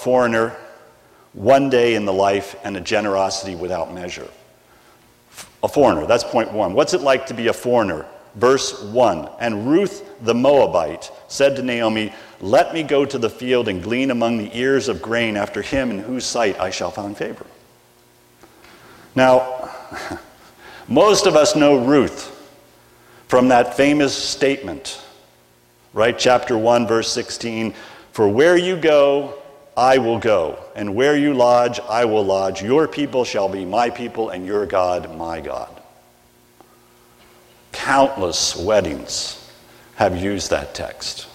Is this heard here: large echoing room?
yes